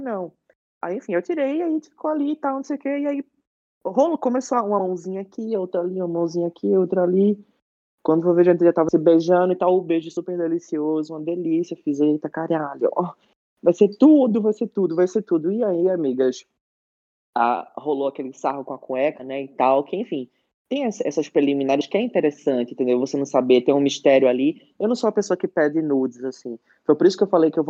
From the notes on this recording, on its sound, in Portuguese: Esse episódio foi gravado remotamente